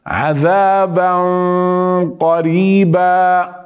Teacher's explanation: بغنة مفخمة لحرف مفخم